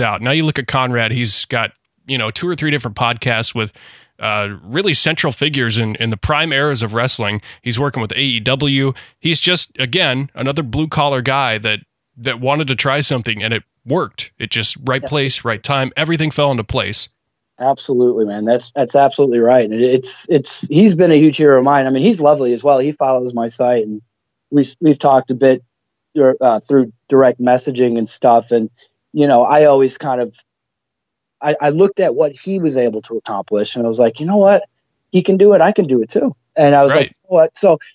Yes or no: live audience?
no